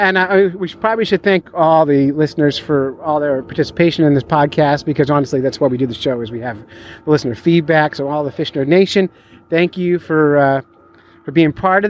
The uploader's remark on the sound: This was recorded live on Silver Lake. We also got dozens of calls from listeners who wanted to share congratulations and fishy jokes.